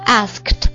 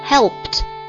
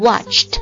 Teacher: 所以这个 ed 加上去之后呢，它也是轻后面就发轻音 t